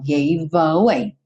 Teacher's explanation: Se o E não é pronunciado, tá pintadinho de cinza, você tem o gave terminando num V, que é uma consoante, e o away começando em A, que é vogal. Naturalmente, você vai juntar consoante com vogal.